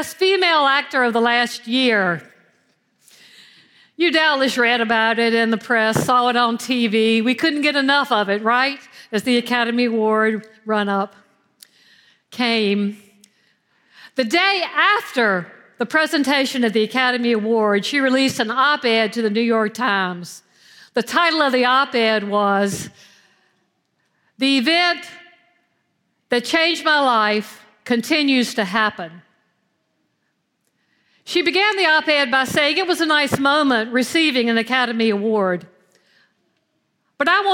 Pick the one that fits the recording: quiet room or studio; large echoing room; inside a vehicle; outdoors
large echoing room